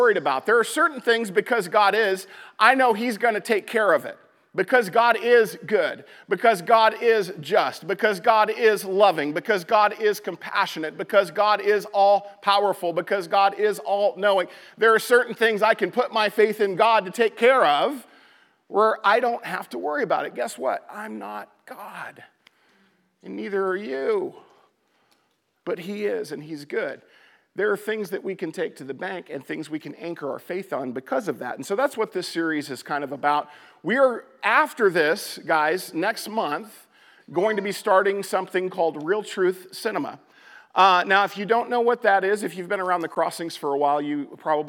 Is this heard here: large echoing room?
yes